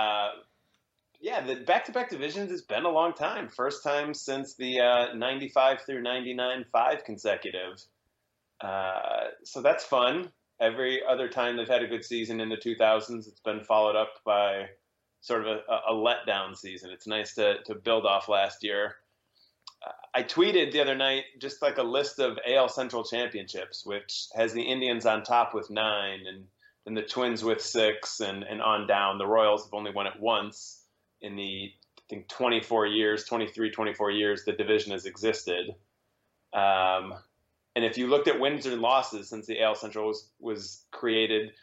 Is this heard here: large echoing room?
no